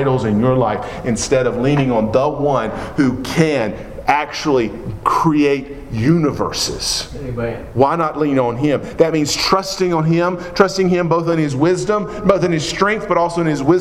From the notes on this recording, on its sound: Preached at Maple Lawn Baptist Church in Reidsville, NC, on Sunday morning, July 9, 2017.